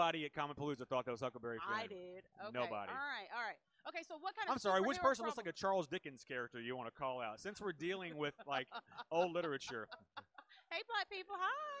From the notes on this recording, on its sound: The Libra Lounge comes at you from the main floor of Comicpalooza 2019 in Houston, TX.